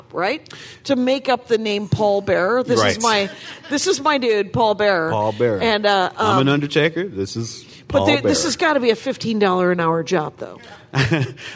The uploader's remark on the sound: Live from Joco Cruise